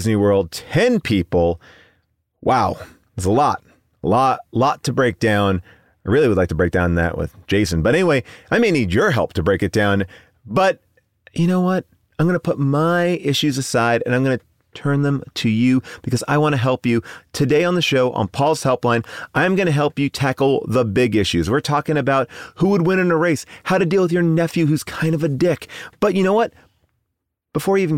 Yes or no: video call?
no